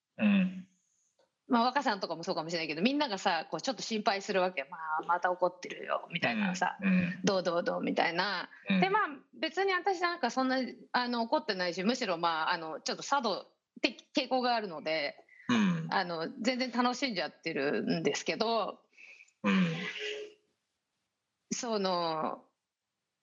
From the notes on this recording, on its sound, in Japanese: 本収録はビデオ会議サービス「Zoom」を使用し。一部聞き取りづらい箇所があります。